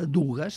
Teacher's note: dues no forma diftong i aleshores se posa al mig aquest agué que sembla que soni millor · Term: consonant antiàtica